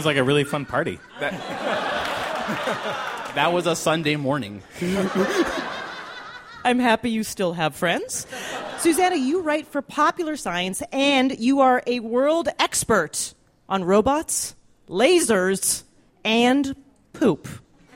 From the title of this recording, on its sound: Live from the 2013 World Science Festival